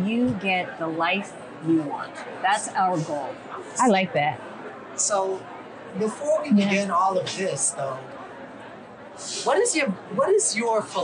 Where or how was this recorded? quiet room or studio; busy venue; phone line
busy venue